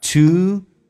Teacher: 后面的 T 发成 D 要被浊化